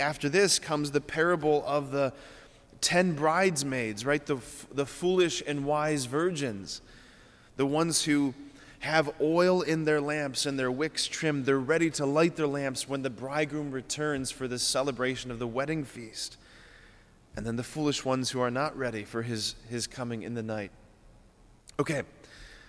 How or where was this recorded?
large echoing room